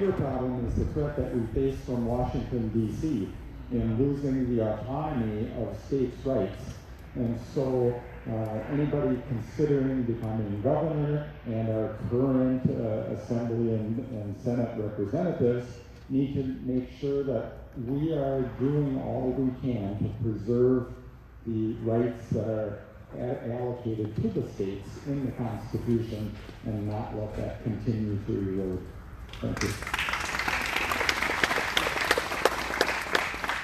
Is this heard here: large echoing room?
yes